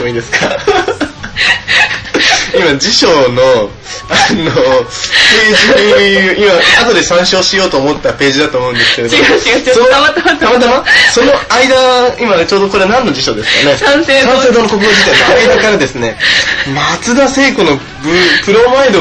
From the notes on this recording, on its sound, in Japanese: USTREAMの規約変更に伴い日常改善TVのアーカイブが削除されてしまうことになりました。音声が汚かったりとアナログ感があるのですがそこは目をつぶってください。